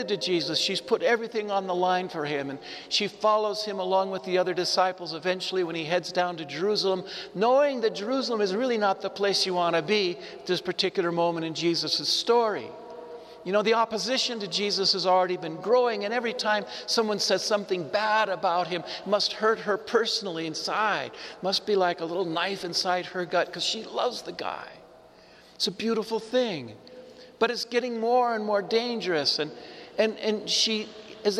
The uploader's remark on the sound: This Easter lmorning homily was preached to the Saint Francis Catholic Community of Cuenca in the Iglesia San Francisco, Cuenca, Ecuador.